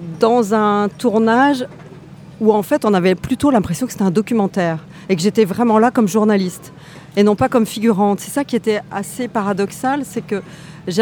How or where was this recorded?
busy venue